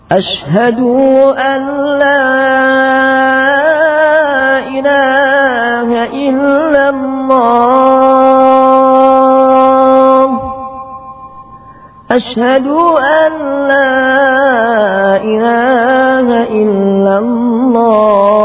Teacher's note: memanjangkan dal sehingga menjadi ashadu alla